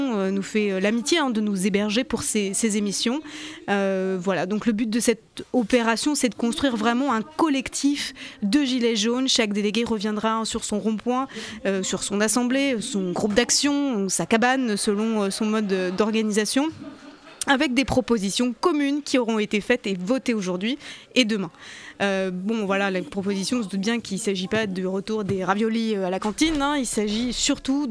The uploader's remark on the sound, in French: Libre antenne Gilets Jaunes à la seconde Assemblée des Assemblées à Saint-Nazaire